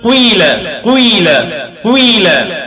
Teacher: إشمام الخلط في الحركة وهو خلط الكسر بالضم